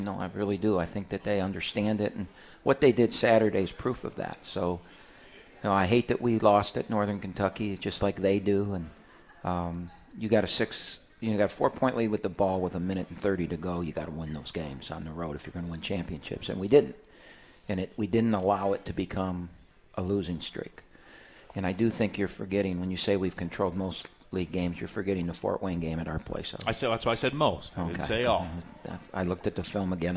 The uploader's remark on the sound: live from RJs Pub in Rochester Hills